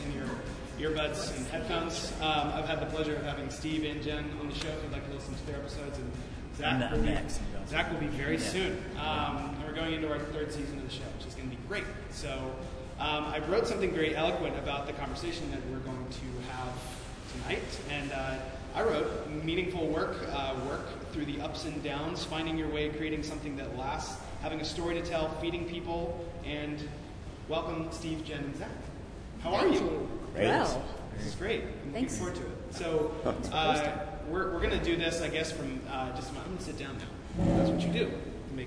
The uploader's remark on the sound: At General Assembly last month. The recording was done LIVE in the main room, so it may be a little hard to hear in places. The Q&A portion at the end.